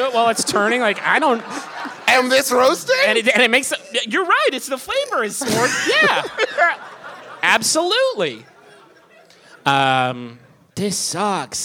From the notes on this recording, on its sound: Here's our live show from this past weekend in beautiful Minneapolis!